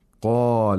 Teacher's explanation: It has the characteristic of isti'la, which means the root of the tongue is raised while pronouncing this letter. قَالَ، and the mouth opens vertically, too.